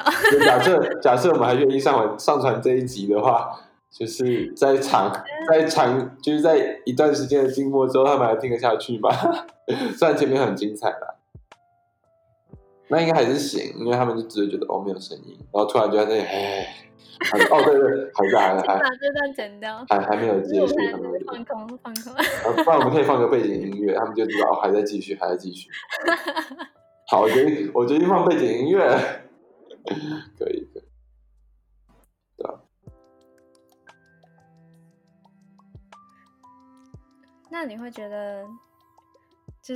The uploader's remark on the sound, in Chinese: 音質很差